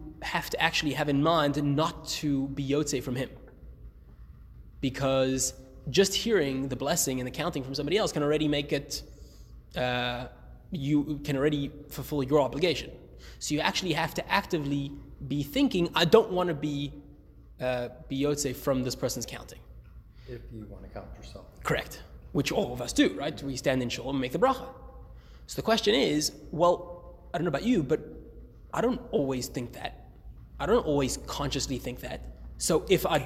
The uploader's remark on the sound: Recorded live at The Torah Center ATL